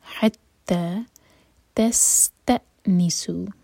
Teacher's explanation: سین پر وسل والا ساؤنڈ. تس ت، حمزہ پر کٹ آف ساؤنڈ.